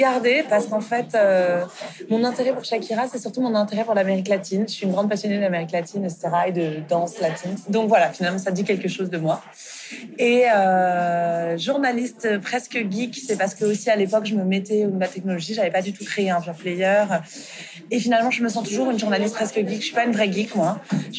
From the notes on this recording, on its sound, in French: Je vous laisse mettre vos écouteurs et nous rejoindre dans ce café près de Châtelet où nous avons enregistré cet épisode à l'automne dernier.